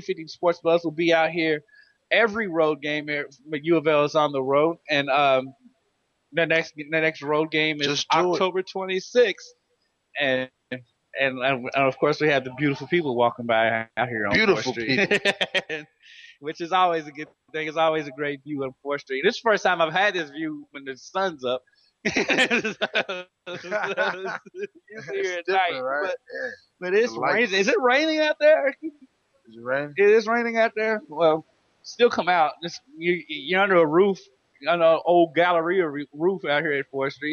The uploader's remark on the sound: The Weekend Sports Buzz - LIVE from Sullys.